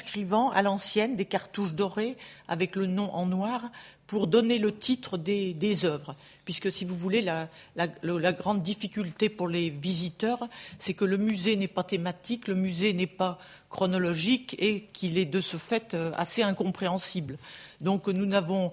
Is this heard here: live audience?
yes